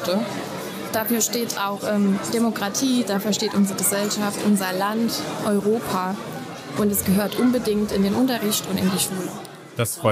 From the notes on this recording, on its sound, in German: Spezial Folge vom Demokratie Tag. Demokratietag in Ingelheim aufgenommen. Aus einer bunten Auswahl an Fragen konntest du an unserem Stand eine auswählen. Wir haben mit dir darüber diskutiert und kurze Statements aufgenommen.